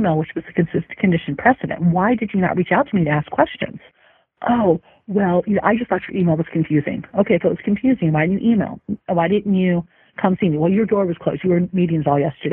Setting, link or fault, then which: link, phone line